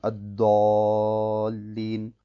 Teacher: Nun möchte ich noch auf einige Fehler hinweisen, die manche machen, wenn sie den Buchstaben Dad aussprechen. Manche von ihnen sprechen ein Dal aus, das Mufacham ist. Ein Dal aus, das dunkel ist. Sie sagen Ad-Dallin.